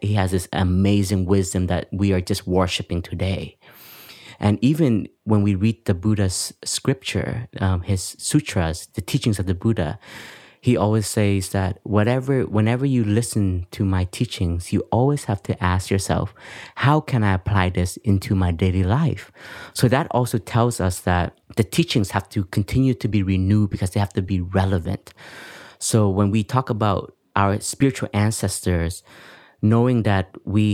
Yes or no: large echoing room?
no